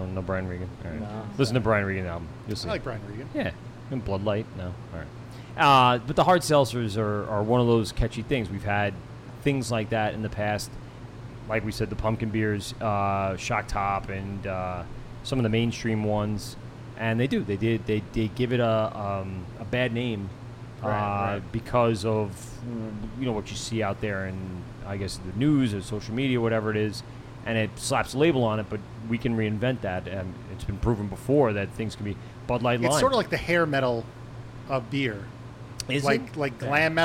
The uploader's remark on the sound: LIVE at 27A Brewery